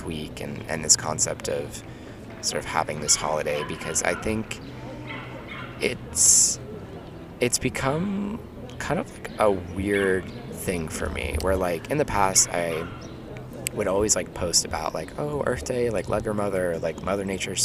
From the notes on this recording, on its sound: we're live from Prospect Park baby !